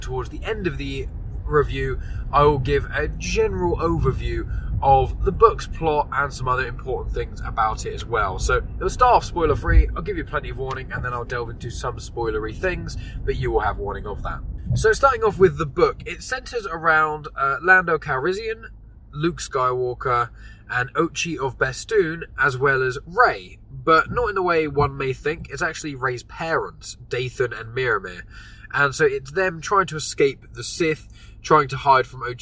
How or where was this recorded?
inside a vehicle